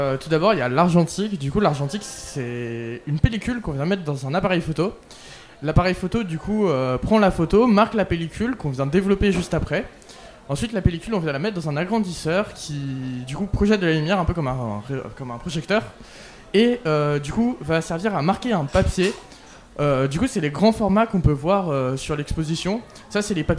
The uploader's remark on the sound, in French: Nouveau Festival 2023. Delta Fm est allée au Nouveau Festival à Cenon (33) pour donner la parole aux lycéens porteurs de projets, venus présenter leur travail.